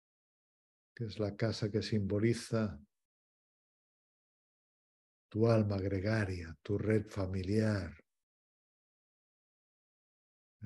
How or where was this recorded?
video call